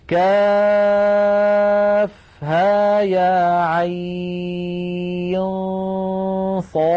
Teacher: نلاحظ بأن عين آخرها نون ساكنة وبعدها حرف الصاد فأخفينا النون · Term: الإخفاء